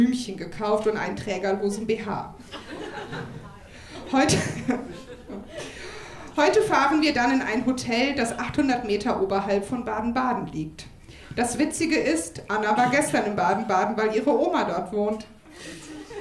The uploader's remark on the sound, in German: Ausschnitte aus der Veranstaltung vom 09.12.2018 im Monarch, Berlin. Liveshow am 09.12.2018 im Monarch, Berlin. Heißen Dank an den Monarch, unser tolles Publikum.